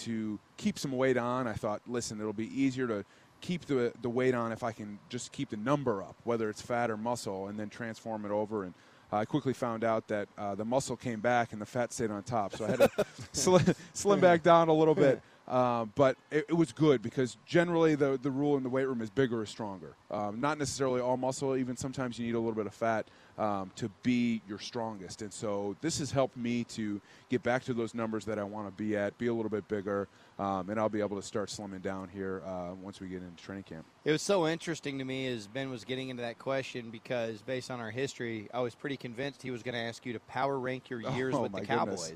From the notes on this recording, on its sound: live from his own charity event at Top Golf